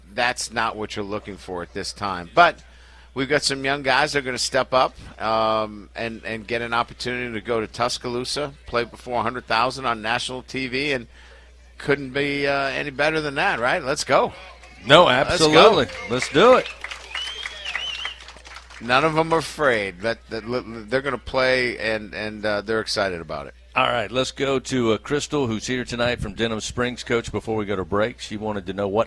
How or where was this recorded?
busy venue